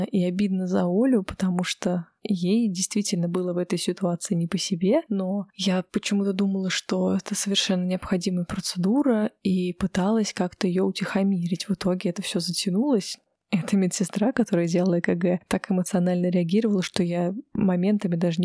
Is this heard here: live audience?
no